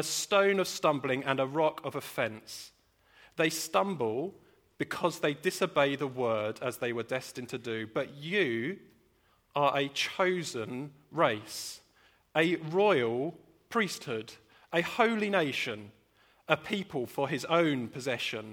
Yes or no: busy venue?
no